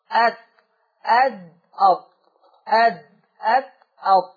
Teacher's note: التاء والدال والطاء من نفس المخرج